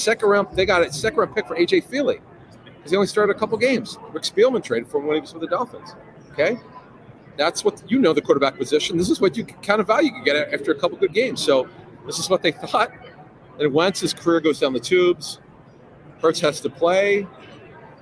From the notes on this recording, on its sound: Super Bowl LVII Preview: LIVE from Radio Row. Reports LIVE from the infamous "Radio Row" leading up to Super Bowl LVII in Glendale, Arizona.